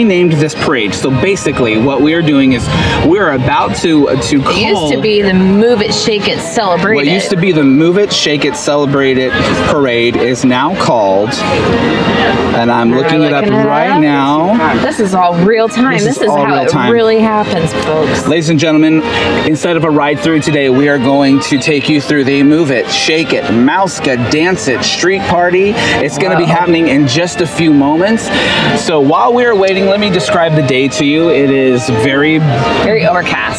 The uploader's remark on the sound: Street Party live in Magic Kingdom! Live From Magic Kingdom: Move It! Shake It! MouskeDance It! Street Party.